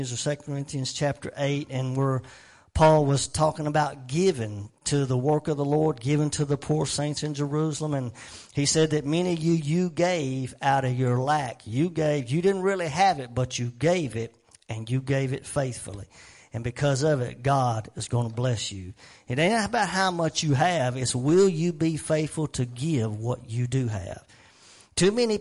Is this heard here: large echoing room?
yes